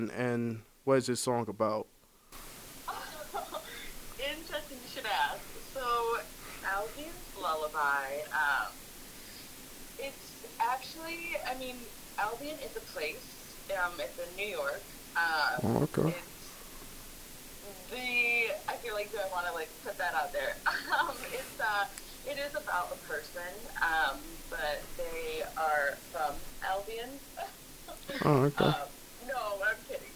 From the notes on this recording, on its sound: Our apology for the subpar audio quality - a technical problem that has since been corrected!